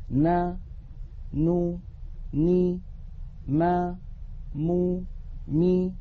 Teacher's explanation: هذه الأصوات 6 فيها غنة أنقص ما تكون وهي متساوية في الزمن